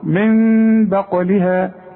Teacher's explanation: هنقلب النون إلى ميم ونخفي ونغن · Term: الإقلاب